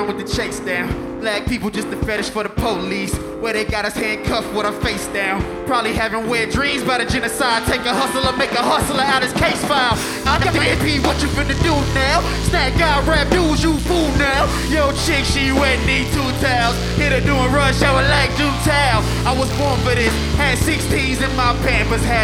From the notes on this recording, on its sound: This recoding was captured at Healer during the 2019 New Hands Music Festival.